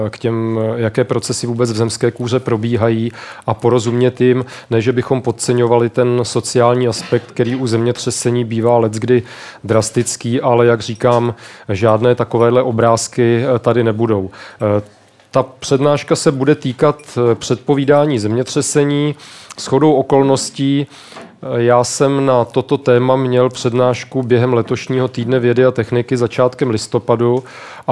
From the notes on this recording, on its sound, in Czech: Science Café. Kavárna Potrvá, Srbská 2, Praha 6.